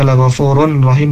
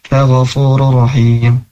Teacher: Nah, huruf ra, huruf ra'rur rahim ini idgham bila gunnah, tanpa gunnah. Huruf tanwin dhammah, tanwin dhammahnya masuk ke huruf ra yang kedua · Shown in: second take